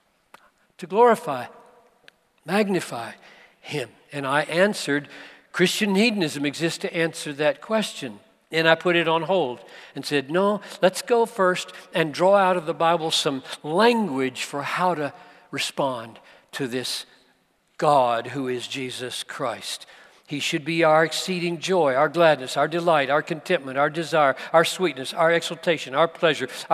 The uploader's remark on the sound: preached this message at the Bethlehem 2019 Conference for Pastors + Church Leaders in Minneapolis